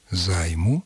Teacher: Начальная форма этого слова «заем», а когда мы начинаем склонять его, то гласный пропадает, гласный между звуками «й» и «м» пропадает